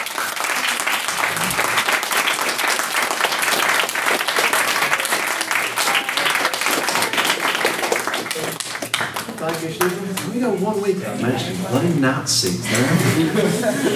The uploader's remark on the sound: The recording of the sixth ordinary meeting of the one hundred and sixty-eighth session of the Queen's University of Belfast Literary and Scientific Society. The House convened to discuss the motion.